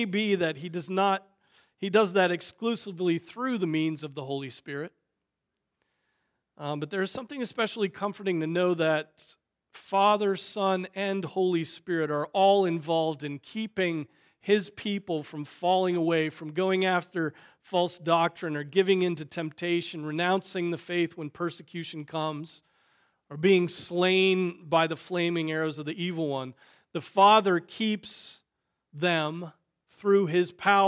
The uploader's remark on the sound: Preached on May 14, 2023 at Trinity Presbyterian Church ( Evangel Presbytery ) in Spartanburg, SC.